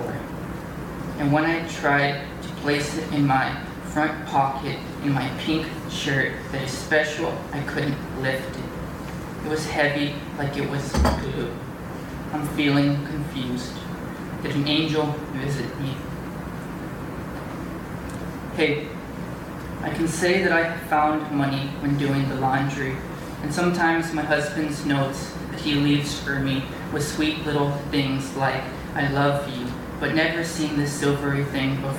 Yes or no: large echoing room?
yes